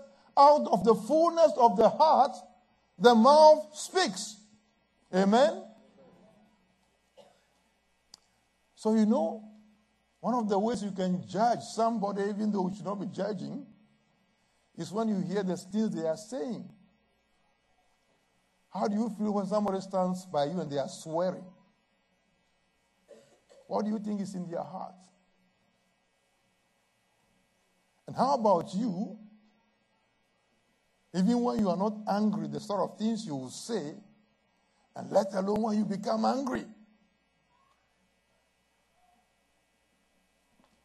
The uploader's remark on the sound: at Living Word Assembly of God Church